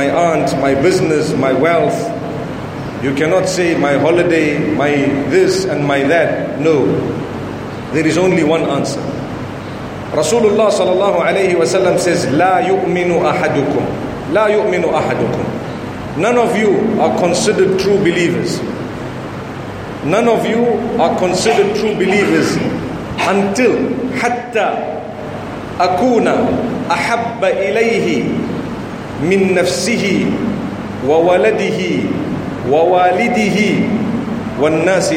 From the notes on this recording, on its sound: Lecture delivered in Dar es Salam, Tanzania at the Sunni Muslim Jamaat Masjid.